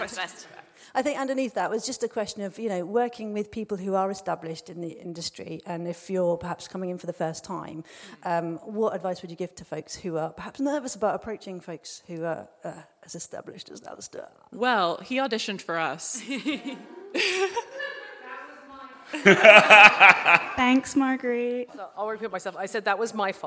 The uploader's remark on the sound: ROGUEMAKER Live Show and Q&A recorded in High Wycombe at the Audio Drama Hub Podfest, 20 November 2022.